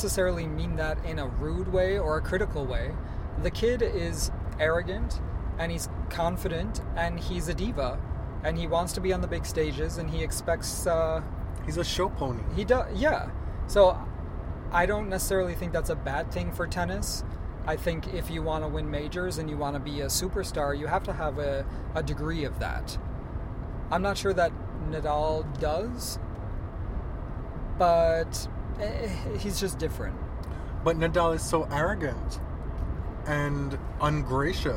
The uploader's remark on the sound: We're on the road to Cincinnati, Ohio from Toronto. This is our first totally unedited podcast, recorded and uploaded straight from the car.